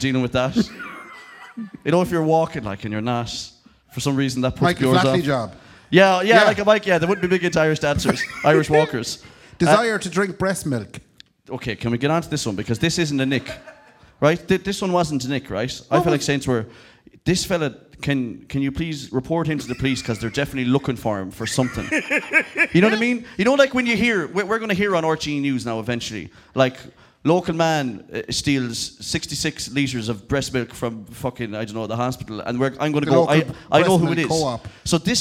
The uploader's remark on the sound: live at Anderson’s